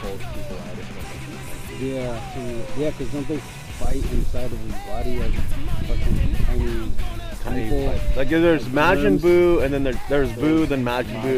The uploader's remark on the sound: audio is iffy cuz we recorded this at the park.